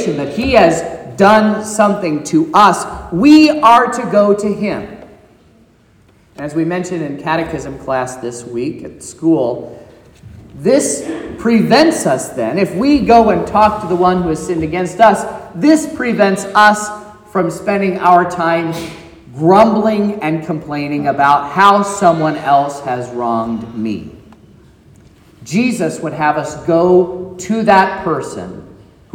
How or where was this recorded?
large echoing room